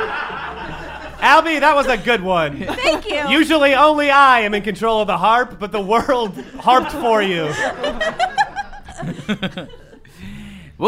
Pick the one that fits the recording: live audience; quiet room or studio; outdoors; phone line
live audience